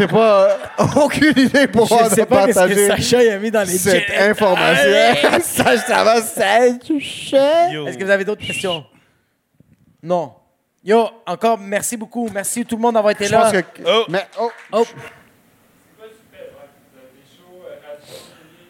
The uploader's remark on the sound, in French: Zoofest LIVE. Leur live lors du festival Zoofest.